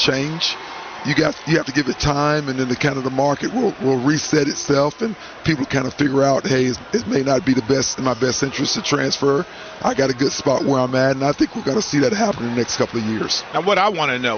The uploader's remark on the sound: get a Friday show rolling from the 2023 Hercules Tire Big South Basketball Championships